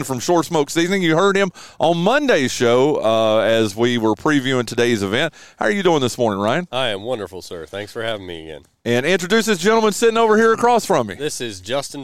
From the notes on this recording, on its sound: We're LIVE from the third annual Spring Fling presented by True Smoke BBQ. Which is being held at Chris Hatcher Estates on Fred Everett Road in La Grange.